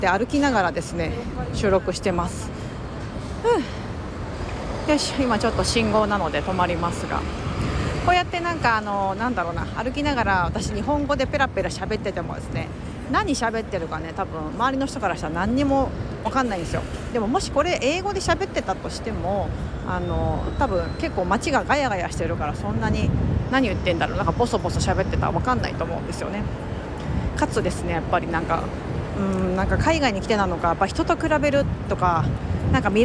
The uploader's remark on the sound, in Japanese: 雑談LIVEニューヨークを歩きながら、たわいもない話。